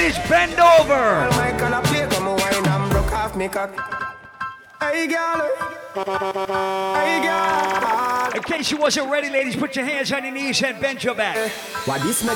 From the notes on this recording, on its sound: Live audio from Strictly Reggae in Boston.